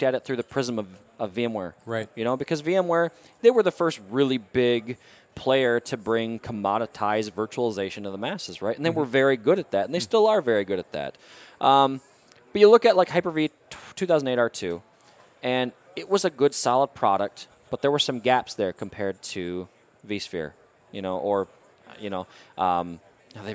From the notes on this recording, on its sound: Recorded at Microsoft Ignite in Orlando.